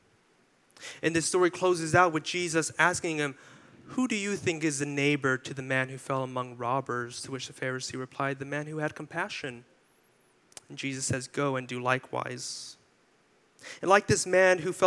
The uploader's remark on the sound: Delivered this sermon for our July 16, 2023 worship service.